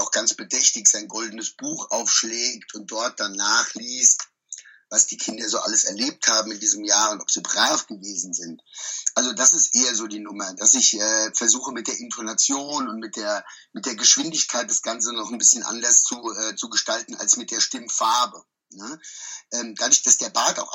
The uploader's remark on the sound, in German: Über Skype und mit deutlich mangelndem Internetz aufgezeichnet. Bitte verzeih uns die wirklich etwas anstrengende Qualität dieses Podcasts.